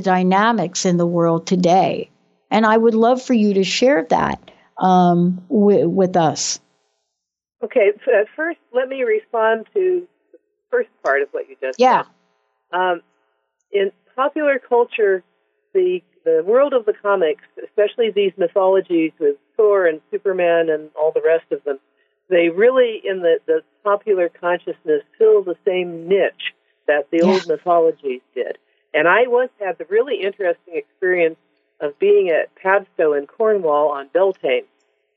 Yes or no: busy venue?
no